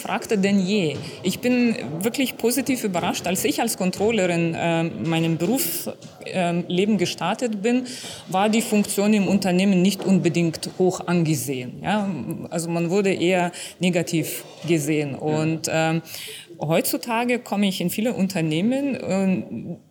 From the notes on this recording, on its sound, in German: Congress der Controller in München. Der Performance Manager Podcast war live vor Ort und hat auf der größten Controller-Fachtagung in Europa mit den Who‘s Who im Controlling geredet.